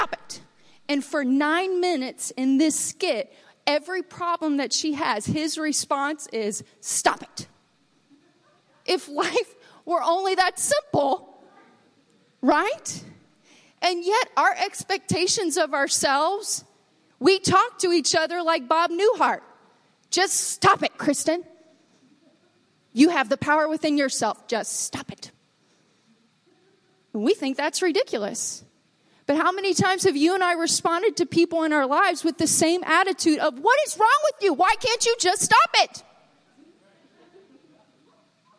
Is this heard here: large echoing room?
yes